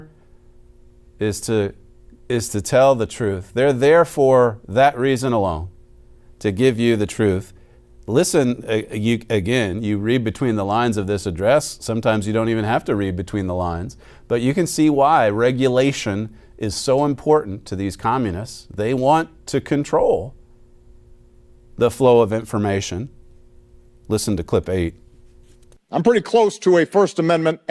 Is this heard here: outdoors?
no